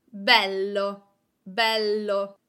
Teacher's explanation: I am putting the accent on the first vowel, on the E sound.